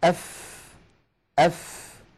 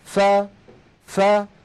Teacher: يعني تأملوا معي لو سمحتم، لما نقول أف أف نجد هواء يتدفق بكمية معينة مع حرف الفاء لأنها ساكنة · Shown in: first take · لكن لما نقول فا فا هناك هواء يتدفق لكنه أقل من الهواء المتدفق في حالة السكون.